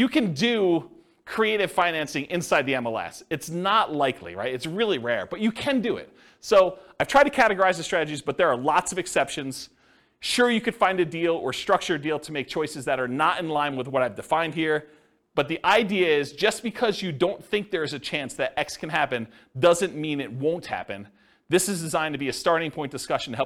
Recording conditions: live audience